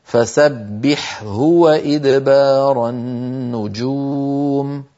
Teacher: المهم لا يقرأ أحد من القراء بذلك، لا بحاء مشددة ولا بهاء مشددة، لابد من بيان الحاء عند الهاء